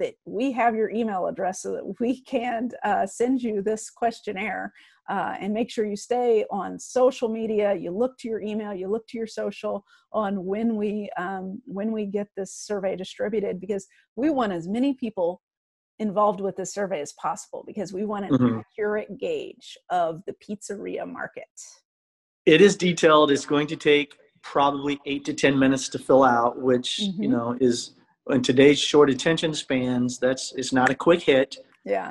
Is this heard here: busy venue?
no